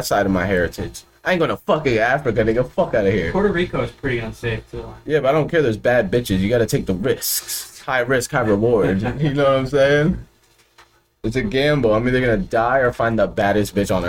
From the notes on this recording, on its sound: Sorry for the lacking audio quality it was a last second thing.